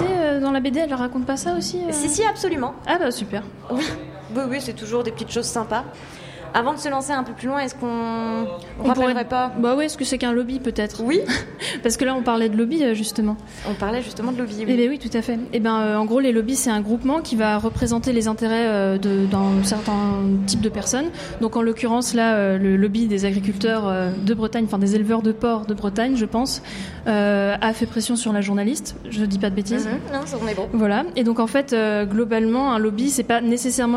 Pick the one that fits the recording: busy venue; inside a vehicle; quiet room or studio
busy venue